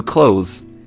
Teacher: 这个词呢要给大家重点解释一下，就是很多同学会把这个词读成 clothes, clothes 之类的，但是呢它其实是 th 发了一个浊辅音 z, 然后呢后面的 es 是一个 plural form, 所以它就读一个 z, 连起来就是 clothes, 但是呢它在读得特别快的时候，就是我们日常交流的时候啊，你直接把它发成 clothes 就好了。